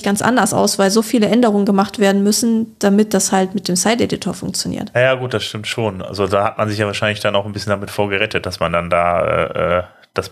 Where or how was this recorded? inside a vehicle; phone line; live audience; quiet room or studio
quiet room or studio